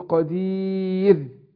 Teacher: وهنا الراء برققها لأن قبلها سبقها إيه الياء المادية · Term: برقق الراء